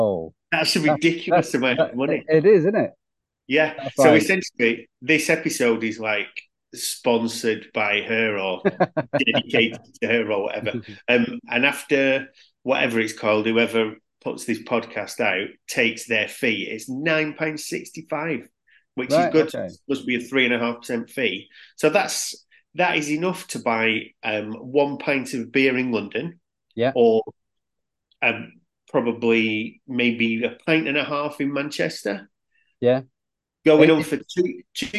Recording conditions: video call